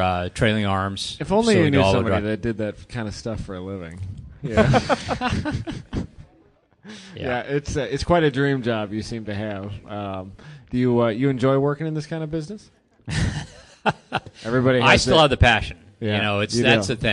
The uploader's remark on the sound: Live from HondaMeet15